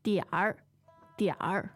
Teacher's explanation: that's third tone with the R on the end